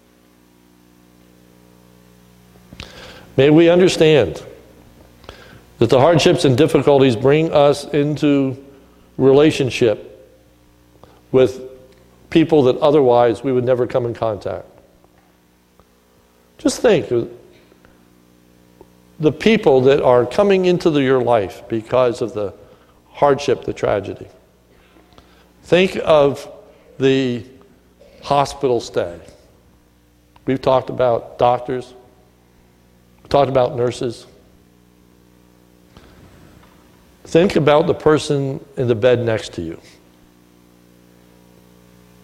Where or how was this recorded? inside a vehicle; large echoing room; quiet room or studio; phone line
large echoing room